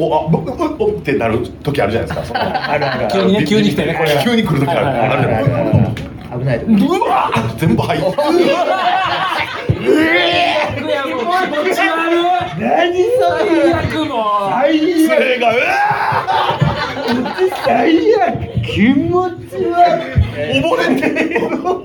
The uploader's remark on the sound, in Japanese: 公開収録。